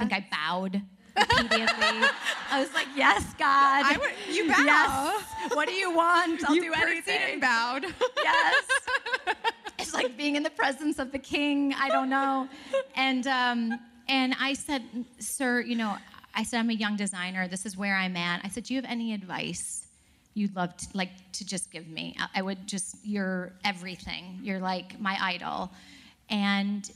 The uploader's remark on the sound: Live from the WorkParty Tour.